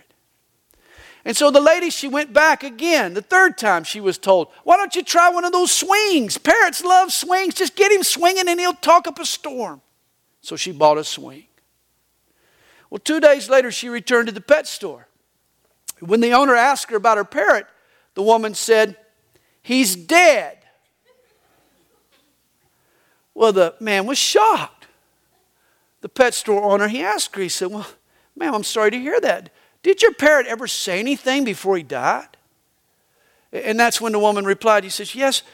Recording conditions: large echoing room